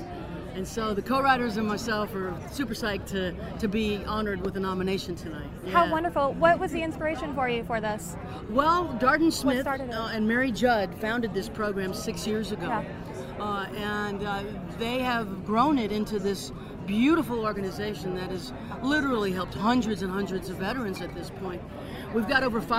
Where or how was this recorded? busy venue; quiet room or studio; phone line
busy venue